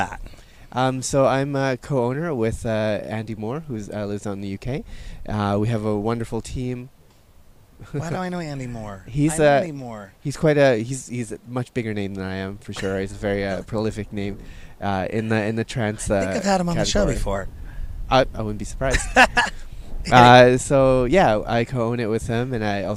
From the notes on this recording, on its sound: On Location Sessions at ADE 2023.